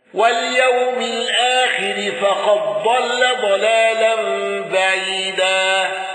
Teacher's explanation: خلف عن حمزة بالسكت على أل